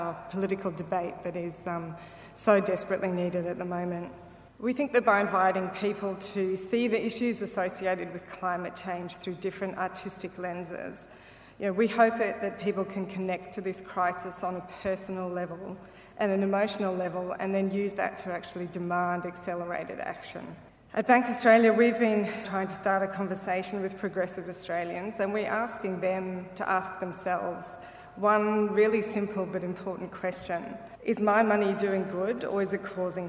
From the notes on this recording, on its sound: This is the adaptation for the Climactic podcast of the first keynote of Climarte's Art + Climate = Change Festival.